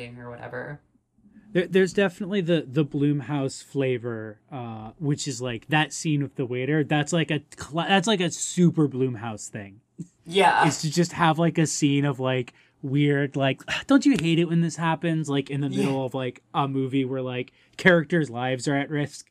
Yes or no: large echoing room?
no